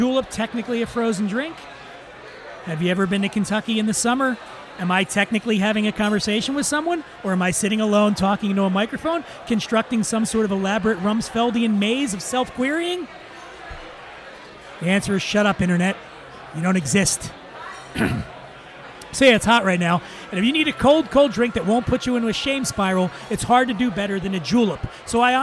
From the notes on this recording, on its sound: Recorded at Eleven City Diner in Los Angeles.